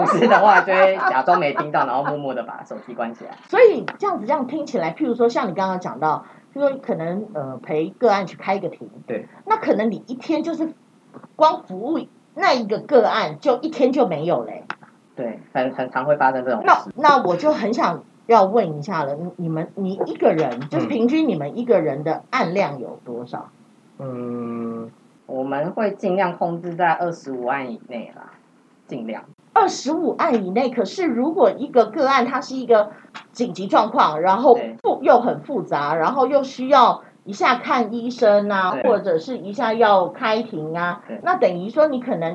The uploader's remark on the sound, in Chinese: 第一次嘗試變聲技術，加上錄音當天大雨磅礡，音質欠佳敬請見諒。